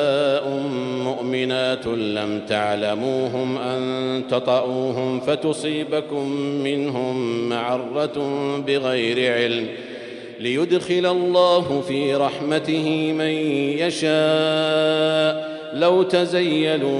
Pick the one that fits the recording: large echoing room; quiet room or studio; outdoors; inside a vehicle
large echoing room